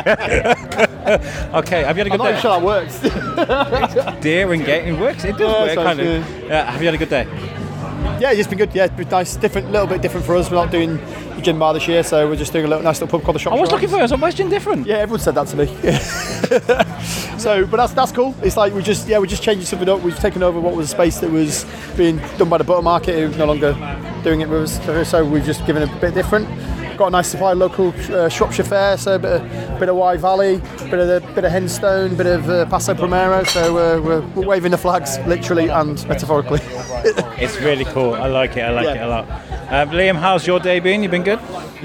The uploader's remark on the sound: At Shrewsbury Food Festival 2022. Thousands of people entered The Quarry in Shrewsbury to the beloved festival where food smells filled the air, live music serenaded the masses, TV chefs walked upon the people and a certain podcaster was wondering around shoving his mic in peoples faces. Walked over 2 miles and collected more than 20 pieces of audio featuring some familiar voices and some new ones too. A Biscuit-Run where he hits record and just...walks.